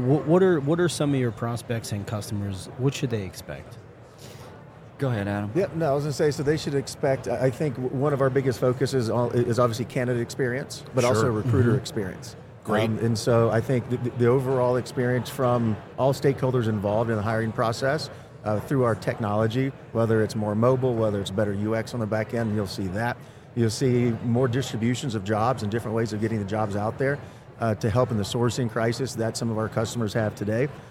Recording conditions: busy venue